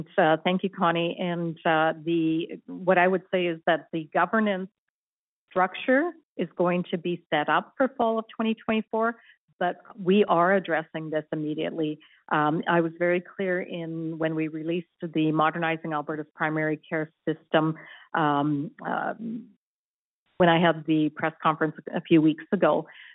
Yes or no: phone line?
yes